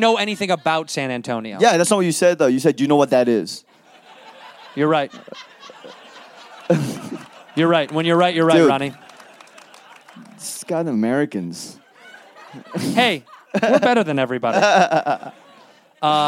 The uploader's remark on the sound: Live in Toronto at JFL42. To a live audience.